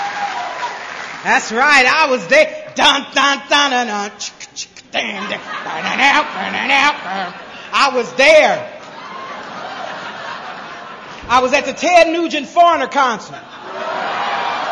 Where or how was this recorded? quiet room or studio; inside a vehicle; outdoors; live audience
live audience